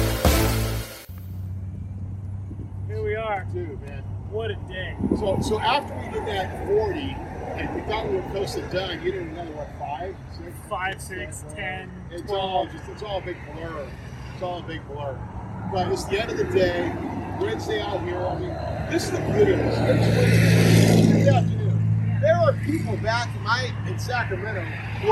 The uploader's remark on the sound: Easter Jeep Safari 2021 - Checking out the Jeep Booth. The crew decided they should go record the podcast at the Jeep booth after having an outstanding breakfast at the Canyon’s Waffles & Steak house. Which did a phenomenal job of capturing the video and ALL the sounds… including lots and lots of ambient sounds from the traffic just 10 feet away.